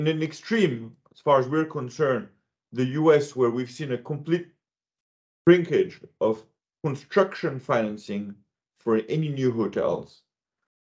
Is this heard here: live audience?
no